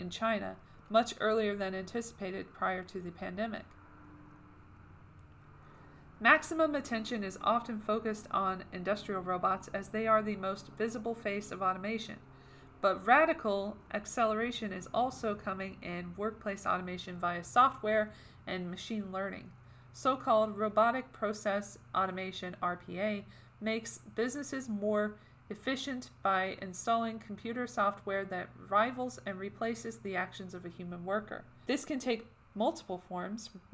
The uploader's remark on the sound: NOTE: The audio in this one isn't as good as past episodes because I stupidly left my air purifier on for most of it. I tried to reduce the noise but it affected the overall audio quality.